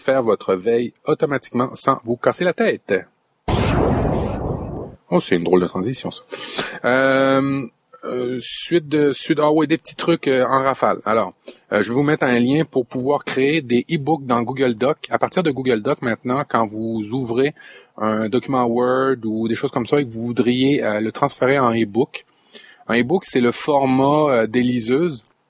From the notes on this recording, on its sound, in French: En direct live de mon 4X4, je vous ai enregistré un petit épisode estival